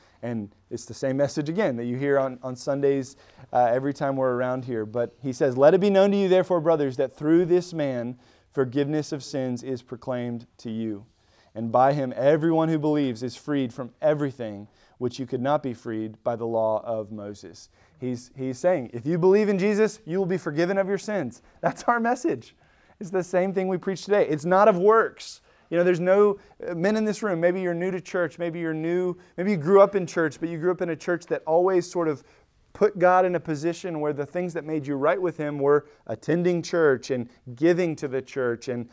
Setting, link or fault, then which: setting, large echoing room